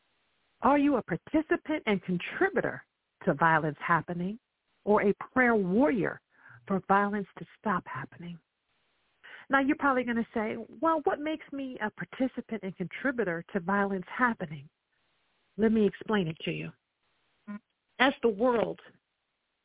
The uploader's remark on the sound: I welcome live callers to dial